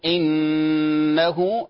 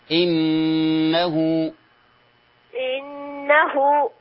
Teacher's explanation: غن النون إنه، فهذه غنة مقدار حركتين